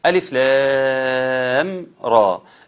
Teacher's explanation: اللام مد لازم حرفي يمد بمقدار 6 حركات